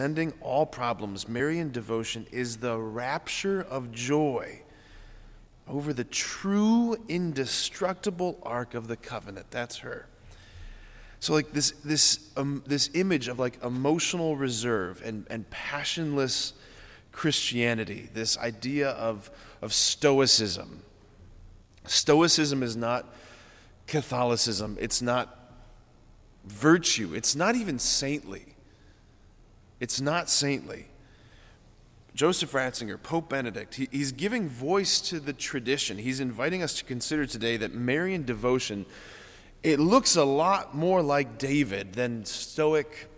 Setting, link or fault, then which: setting, large echoing room